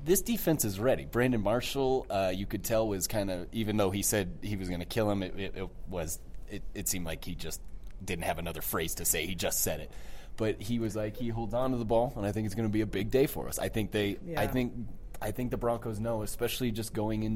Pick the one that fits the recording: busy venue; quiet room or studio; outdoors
busy venue